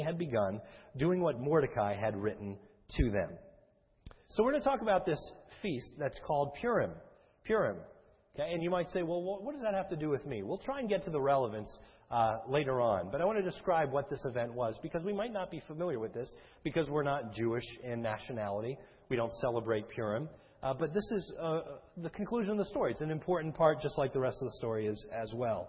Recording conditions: large echoing room